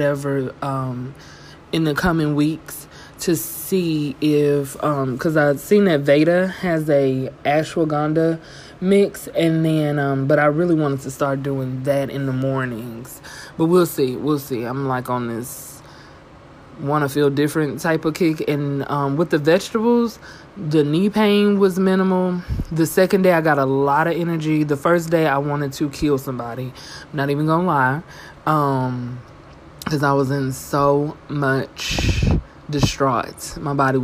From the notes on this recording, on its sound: PS: I had no idea how to work the a/c in here! There is background noise.